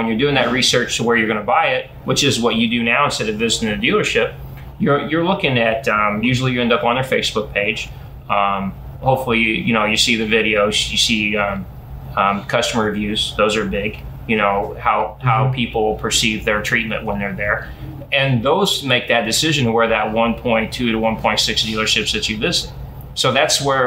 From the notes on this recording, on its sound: from Elijah P's Burgers and Brews in Alton